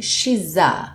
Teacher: Esse S vira um Z para conectar no próximo A.